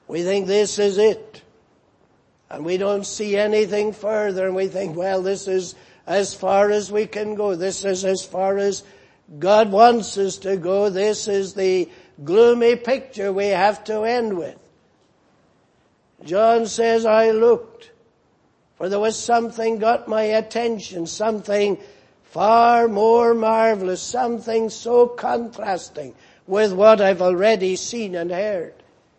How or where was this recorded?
large echoing room